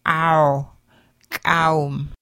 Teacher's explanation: Pharyngeal with raised W pronounced as a nasally ow back in the throat. Ow, kaum.